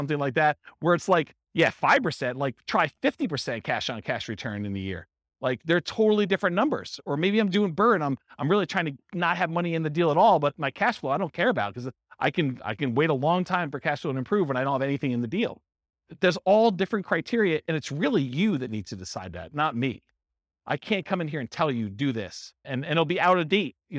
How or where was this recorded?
live audience